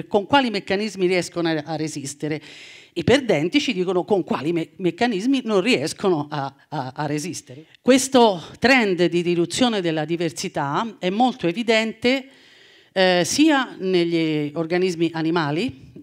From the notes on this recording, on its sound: TEDxNapoli. This talk was given at a TEDx event using the TED conference format but independently organized by a local community.